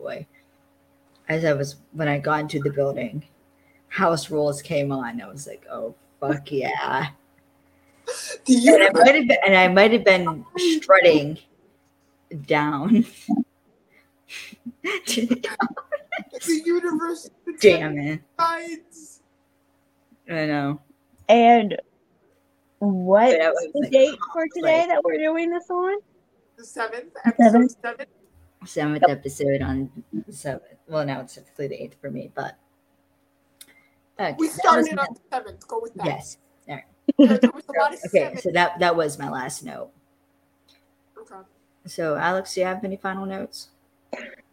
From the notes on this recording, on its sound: Fair warning this episode has a lot of technical issues cause that's just how the day went.